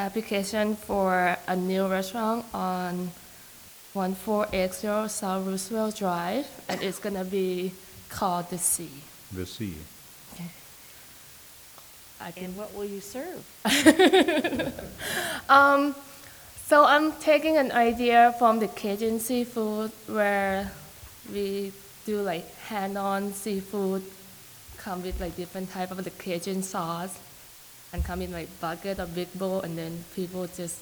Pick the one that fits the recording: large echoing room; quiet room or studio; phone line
large echoing room